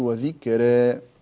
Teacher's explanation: بعض الناس يعني لا يقلل وإنما يرقق الراء، يقول وذكرى، فإذا رقق الراء يظن أنه قلل، وإنما التقليل هو أن تنخفض إلى الياء قليلا وتقول وذكرى. وطبعا ينتج عن التقليل أو الإمالة ترقيق الراء لا ريب في ذلك